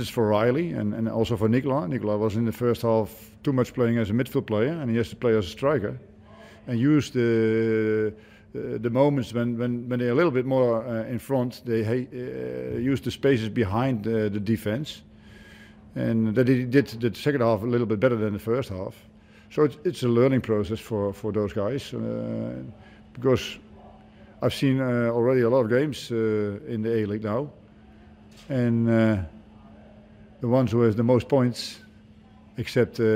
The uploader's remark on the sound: Hyundai A-League 2019/20 Round 5 | Post-Match Press Conference.